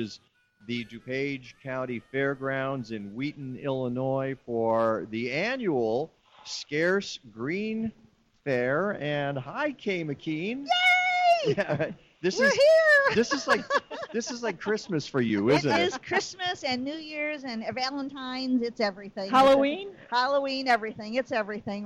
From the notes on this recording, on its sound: broadcast live from the SCARCE Green Fair at the DuPage County Fairgrounds